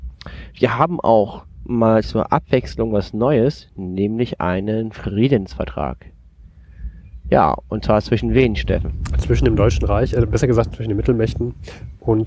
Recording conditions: wind noise